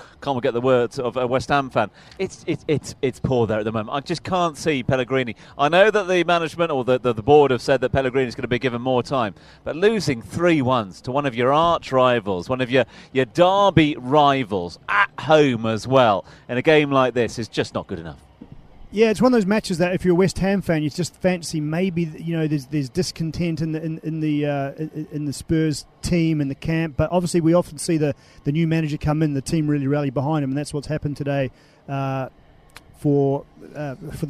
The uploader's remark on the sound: From the rooftop garden of Barasti